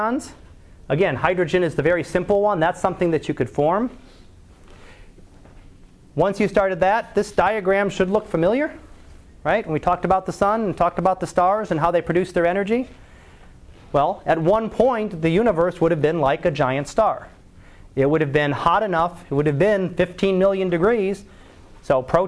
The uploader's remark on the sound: Live Class Lecture